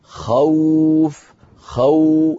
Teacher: أولا أنطق خاء مفتوحة ثم أنتقل إلى واو، خوف، السوء، بدأ نطق الواو بعد فتحة السين من السوء، بدأ نطق الواو بعد فتحة الخاء من خوف، فلما انتهى حرف الخاء بدأ المد، بدأ نطق الواو وبدأ المد. · Term: حرف اللين